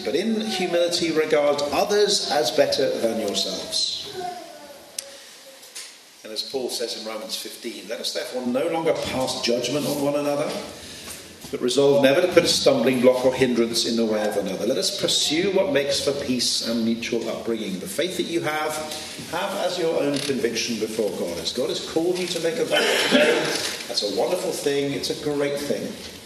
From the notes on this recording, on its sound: This podcast was recorded at the 2019 OMS Vow Ceremony in Belfast Ireland